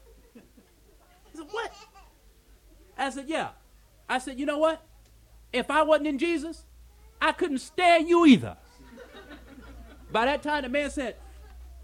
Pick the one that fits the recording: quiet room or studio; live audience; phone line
live audience